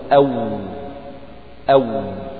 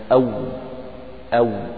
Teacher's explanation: فالواو غير المادية تخرج من الشفتين حال انفتاحهما